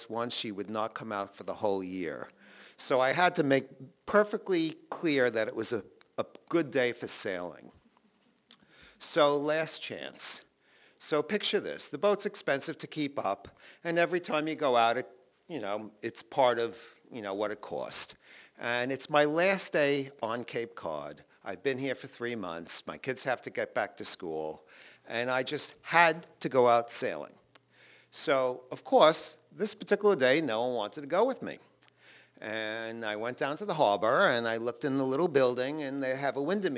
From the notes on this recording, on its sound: Recorded live in Provincetown, Massachusetts at WOMR Davis Space.